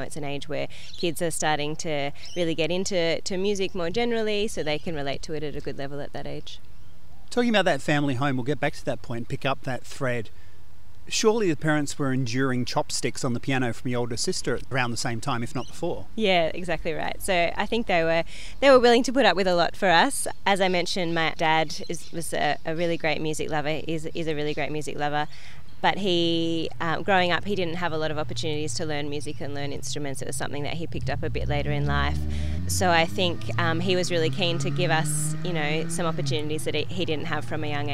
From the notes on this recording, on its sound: In a park in Thebarton (South Australia) to have a chat and perform some tunes from the latest release for radionotes.